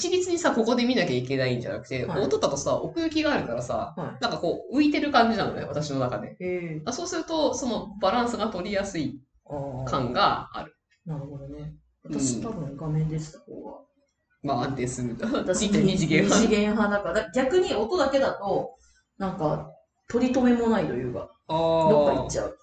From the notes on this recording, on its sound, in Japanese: 今月音質が非常に悪いです！すみません！